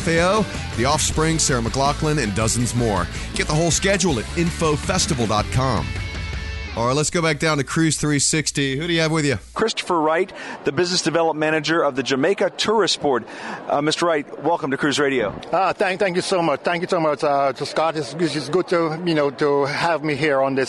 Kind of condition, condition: setting, busy venue